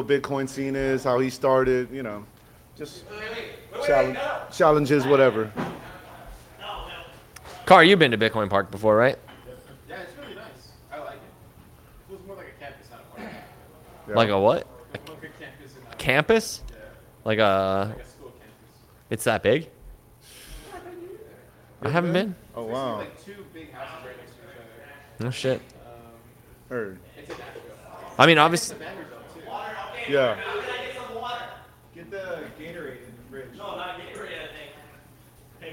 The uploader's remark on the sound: Go full pleb in Austin, Texas. Pleb Broadcasting Service was broadcasted from Austin, Texas. In front of a live Pleb audience.